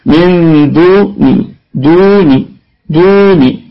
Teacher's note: الروم هو الإتيان بجزء فقط من الحركة، جزء من الحركة، جزء من الكسرة